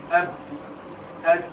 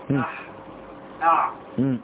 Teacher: أنه كان يفتح فاه بالألف ثم يظهر الحرف نحو أب أت، فأب شفوي، أت أسناني · Term: لمعرفة المخرج